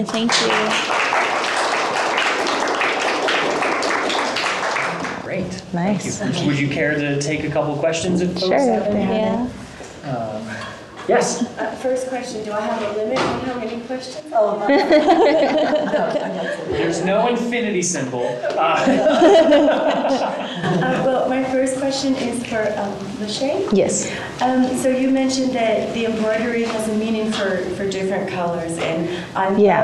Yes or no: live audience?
yes